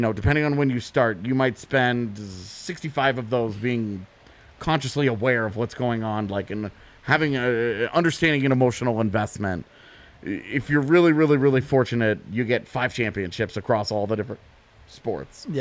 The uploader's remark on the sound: come to you live from the DNVR Bar